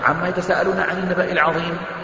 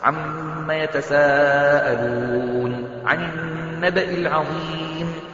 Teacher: على الأقل تغن الميم وتمد المد الواجب المتصل · Shown in: second take